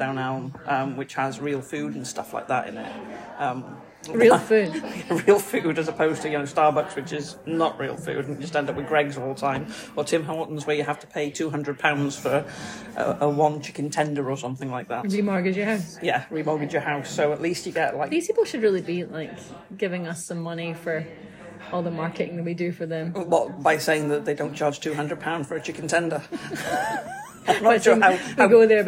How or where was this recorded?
busy venue